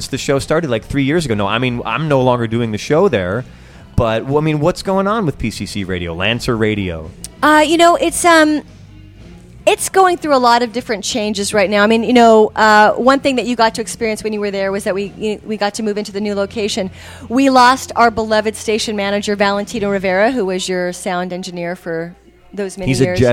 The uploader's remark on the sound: Celebrated its 100th episode with a live event at Chloe's at Golden Road brewing on Wednesday, January 22nd, 2014. Many of the artists who have been guests on ID played live sets. The episode is compiled from live interviews conducted that night as well as some short discussions with past guests at the Independent's Day World Headquarters.